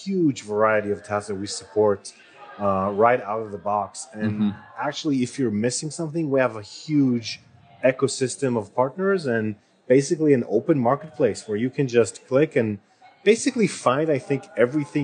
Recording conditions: busy venue